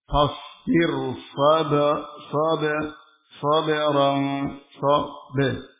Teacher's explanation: Huruf ba, huruf qalqalah. Qalqalah pada huruf ba, arahnya ke huruf e.